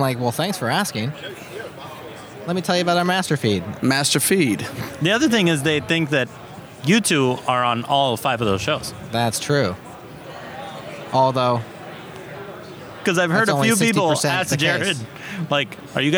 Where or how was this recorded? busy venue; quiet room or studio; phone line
busy venue